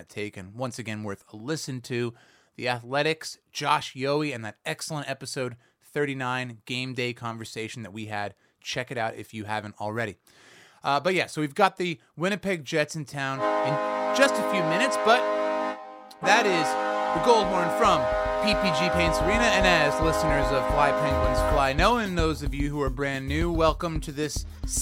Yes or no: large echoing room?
no